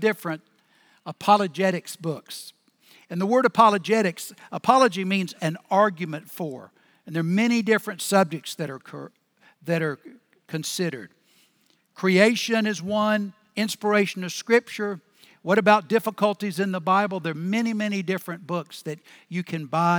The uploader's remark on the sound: Recorded Live at Brookwood Church on 12.17.2023